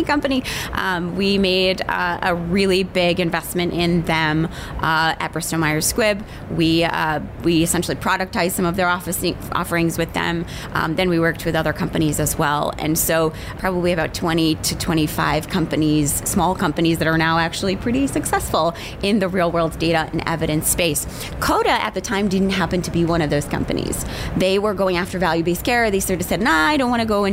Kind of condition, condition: setting, busy venue